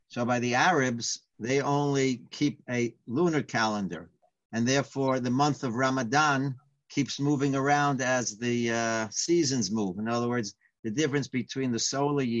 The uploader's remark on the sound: Live On Zoom